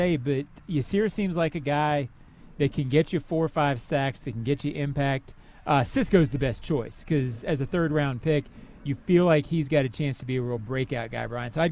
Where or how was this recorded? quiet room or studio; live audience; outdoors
outdoors